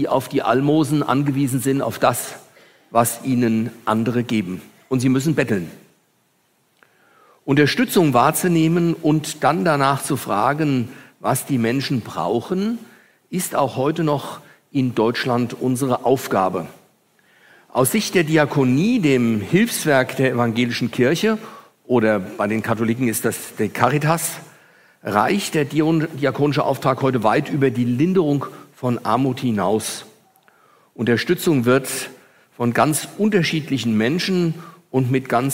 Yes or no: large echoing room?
yes